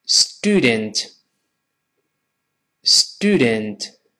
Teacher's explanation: 经常的变化是把 ye 去掉，只剩下 u 这个声音